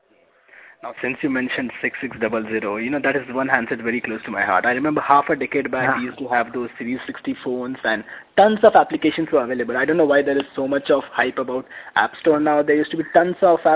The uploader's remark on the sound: Joining me on call. Hosting the podcast call on their platf.